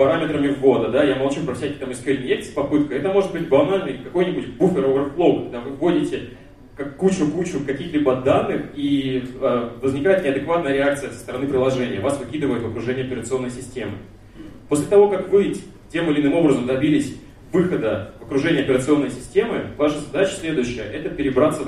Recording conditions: live audience